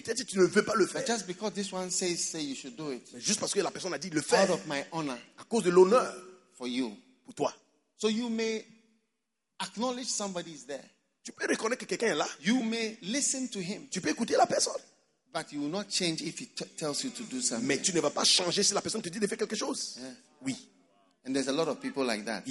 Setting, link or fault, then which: setting, live audience